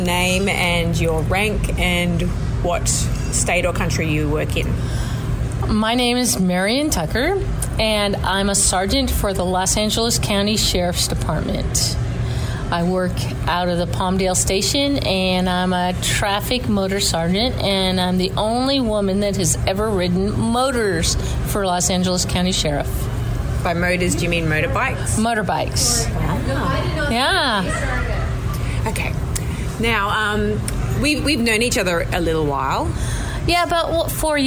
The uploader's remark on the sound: recorded whilst in Toronto at the 2nd World LGBT Conference for Criminal Justice Professionals